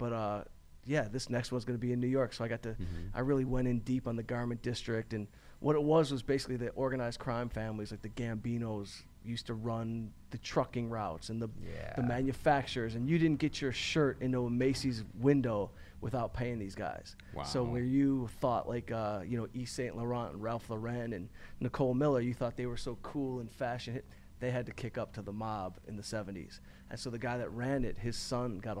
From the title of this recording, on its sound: ATC Fest Live From Phoenix